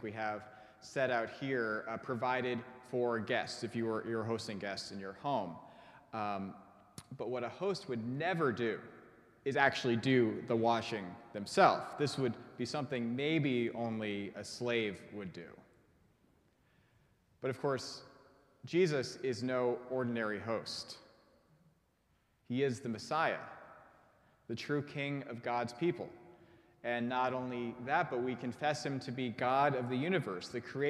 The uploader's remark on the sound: preached at our Maundy Thursday service